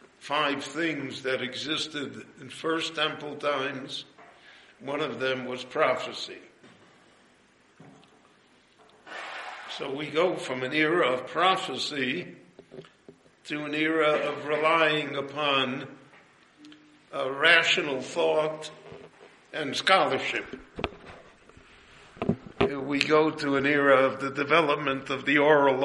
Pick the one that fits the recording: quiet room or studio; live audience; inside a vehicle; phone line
live audience